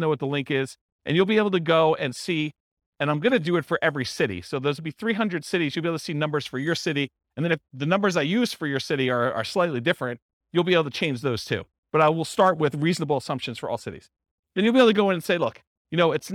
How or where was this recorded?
live audience